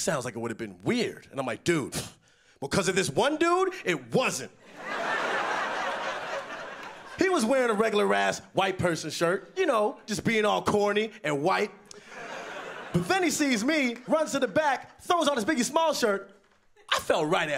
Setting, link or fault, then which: setting, live audience